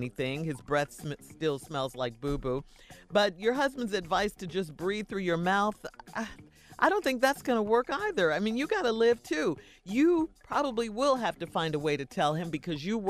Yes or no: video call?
no